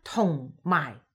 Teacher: 大家都會聽到嗰個聲調係比較即係沉一啲嘅 · Term: 第四聲